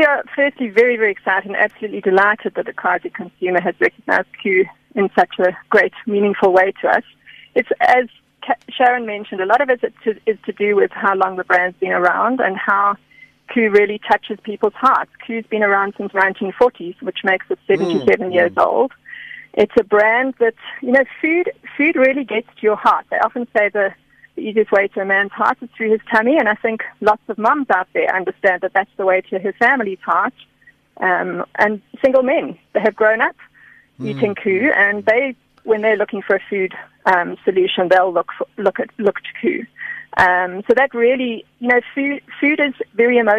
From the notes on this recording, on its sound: GUEST (Phone)